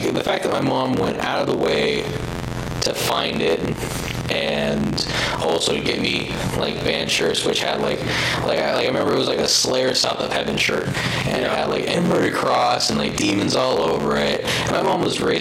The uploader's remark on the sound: The bad news is we didnt figure it out until we recorded this episode. Sorry for the audio quality.